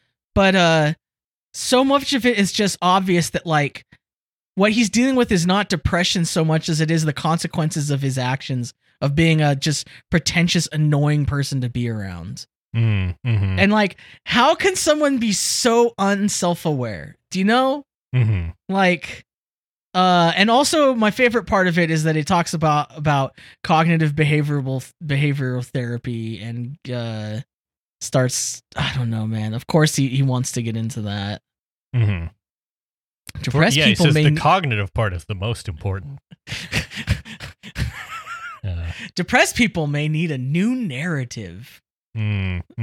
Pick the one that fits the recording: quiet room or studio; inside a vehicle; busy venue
quiet room or studio